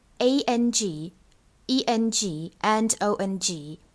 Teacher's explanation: You first pronounce those vowels a, e, o, and then close them with ng at the last moment. Otherwise, there will be no sound. · Term: finals ending with ng